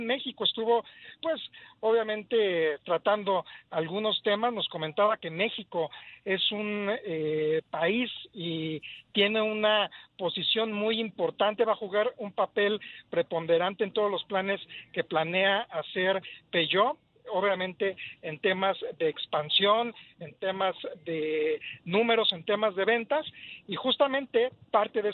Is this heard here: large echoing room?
no